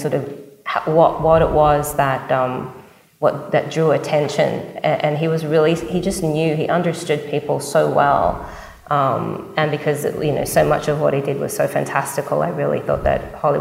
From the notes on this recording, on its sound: This bonus episode was recorded following a live production of “Foundering: The John McAfee Story” in San Francisco at the RSA Conference in April 2023.